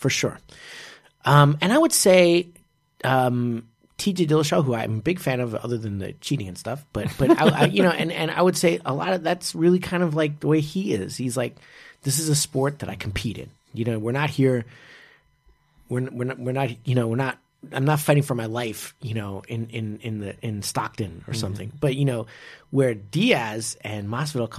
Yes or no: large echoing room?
no